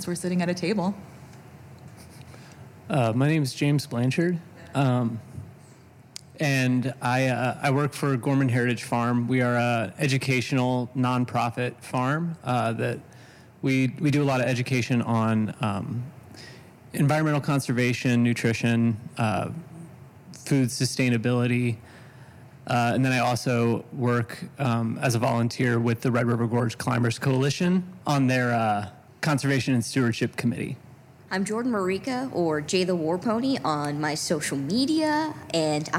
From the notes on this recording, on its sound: Live from the Cincinnati Playhouse